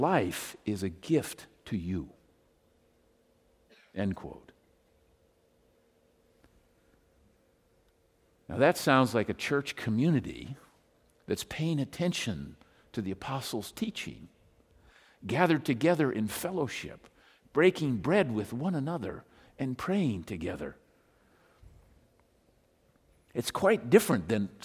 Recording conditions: large echoing room